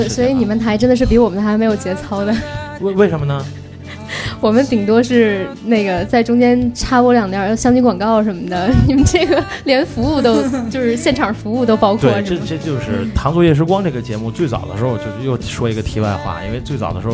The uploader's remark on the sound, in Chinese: 在天津唐座酒吧第一次尝试现场直播的Live Show